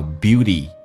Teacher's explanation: T 发 D 这个发音，两个元音中间所加的辅音要被浊化